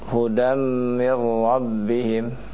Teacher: Idgham bila gunnah. Bila yaitu dengan tanpa gunnah, ya, dengan tanpa dengung. Yakni apabila nun atau nun sukun atau tanwin yang dihadapkan dengan dua huruf, yakni huruf lam dan huruf ra, ya, maka terjadilah idgham bila gunnah, ya. · Misalnya, ya, hudam mir rabbihim, ya, ulaika ala hudam mir rabbihim. Mir ketika nun sukun bertemu dengan ra, maka inilah yang dinamakan idgham bila gunnah